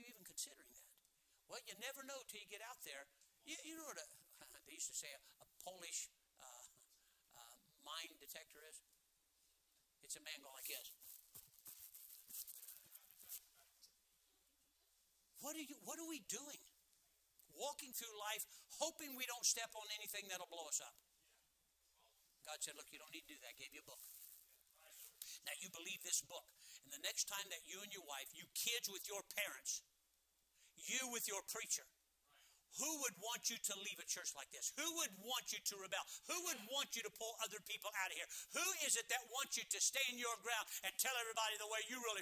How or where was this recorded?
large echoing room